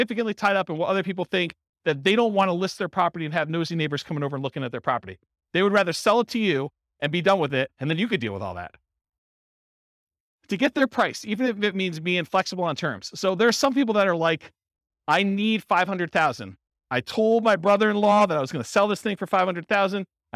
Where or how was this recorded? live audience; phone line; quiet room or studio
live audience